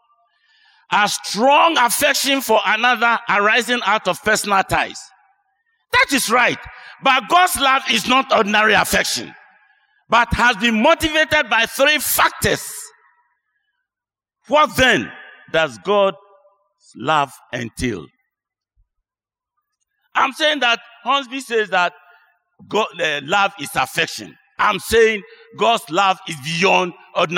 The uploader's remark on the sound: Sermon preached at CBC Shiashie Campus